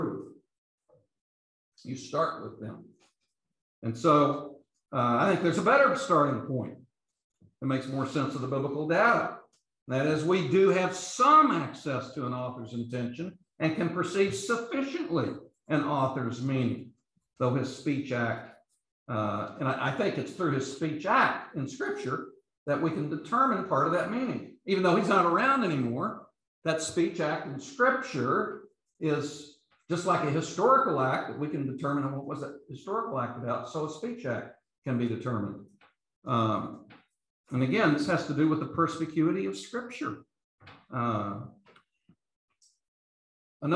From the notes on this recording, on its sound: These podcasts are the recordings of the lectures.